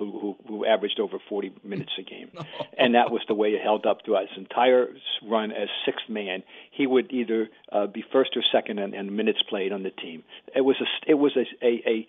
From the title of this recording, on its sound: Calls in Live